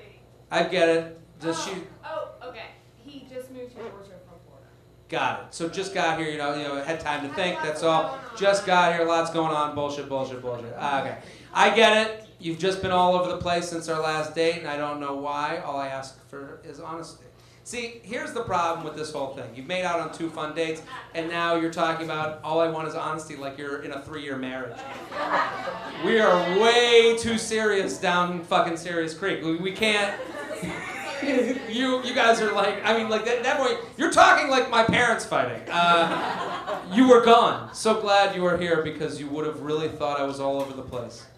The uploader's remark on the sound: LIVE From The Laughing Skull In Atlanta